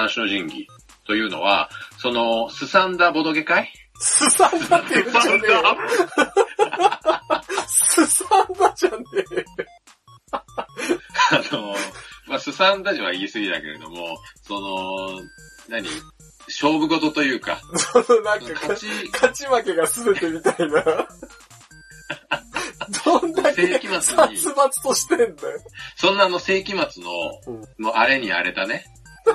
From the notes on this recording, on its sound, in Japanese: 今回もスカイプ収録となっております。一部音質が悪かったりもしますがご容赦ください。